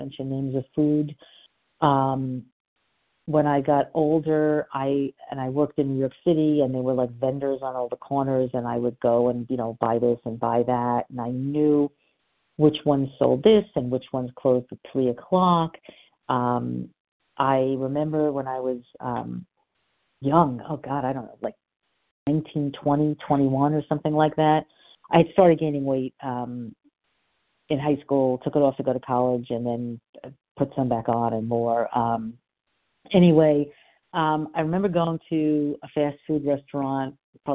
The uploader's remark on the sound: from the 100 Pounders Phone Meeting